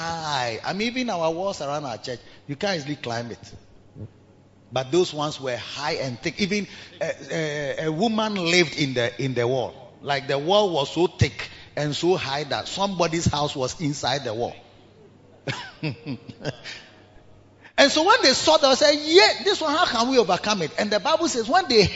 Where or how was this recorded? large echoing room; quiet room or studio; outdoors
large echoing room